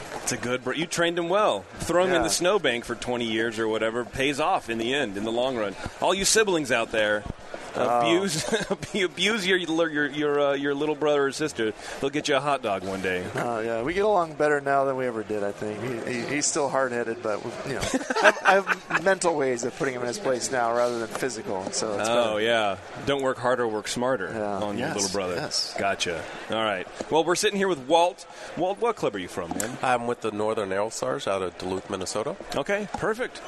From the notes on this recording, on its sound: Live from HomebrewCon 2017